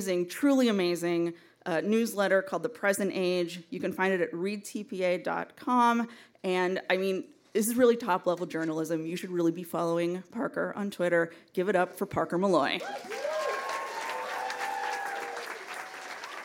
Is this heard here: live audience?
yes